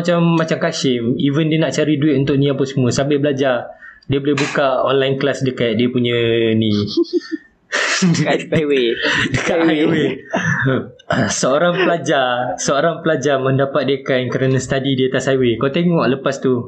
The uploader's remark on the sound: Disclaimer: Mohon maaf for the poor audio quality, I've tried my best to master and edit and hope it is enjoyable.